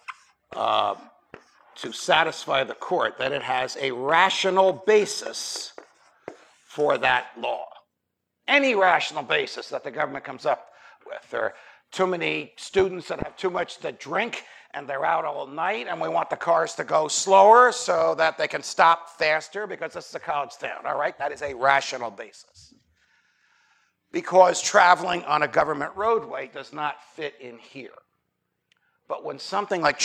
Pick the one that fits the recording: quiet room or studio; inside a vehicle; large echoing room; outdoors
large echoing room